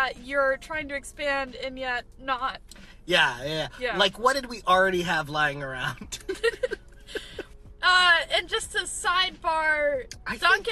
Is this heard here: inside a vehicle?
yes